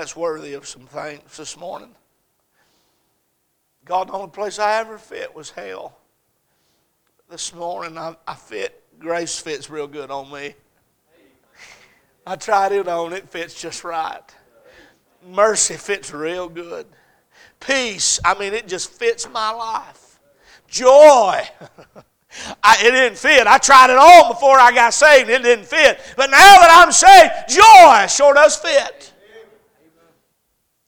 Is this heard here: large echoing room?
yes